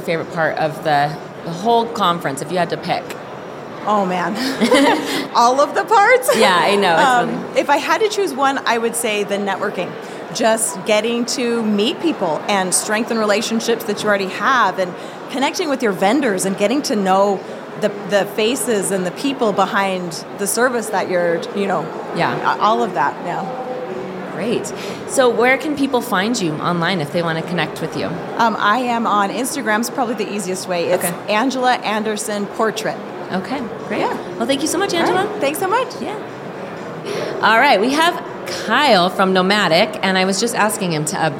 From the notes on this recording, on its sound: Live From WPPI 2023! Hosted a LIVE podcast on the WPPI stage. Chats with guests about their experience at the conference.